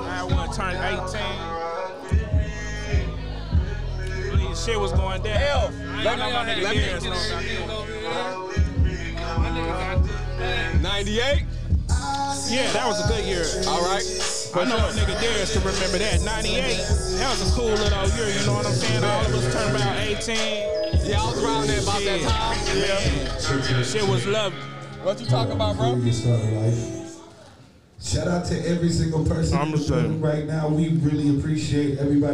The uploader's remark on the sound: Live From The Album Release. Just some drunk guys drinking and enjoying life.